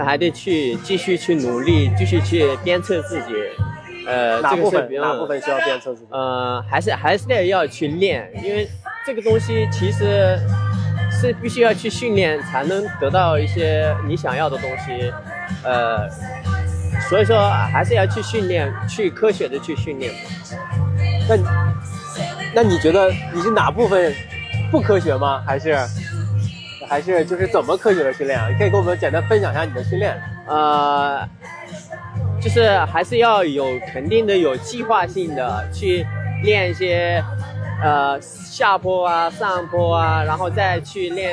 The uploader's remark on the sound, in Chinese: 这次我们来到凯乐石莫干山跑山赛的赛后现场，跟几位领奖台的精英跑者们聊聊。